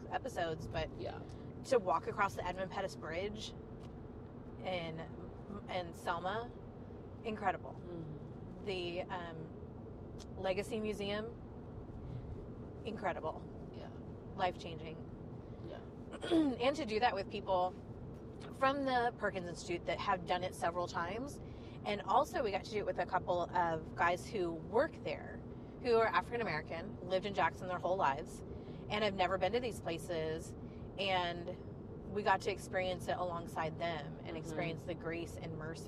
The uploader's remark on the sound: we invite more friends in the car to chat